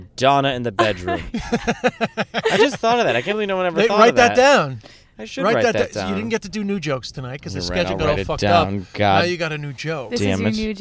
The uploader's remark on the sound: in a car outside the Comedy Cellar